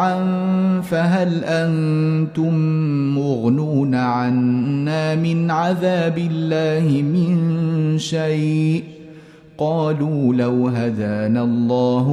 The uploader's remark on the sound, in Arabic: مسجل من صلاة التراويح بمسجد السلام بحي مشرفة بجدة.